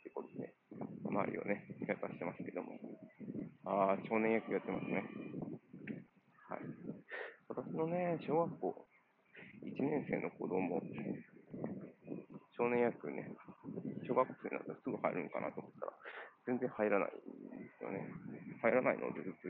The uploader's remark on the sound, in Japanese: 歩きながらとりとめもない話をしています。